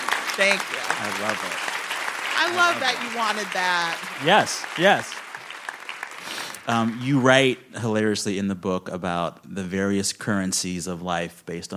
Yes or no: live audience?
yes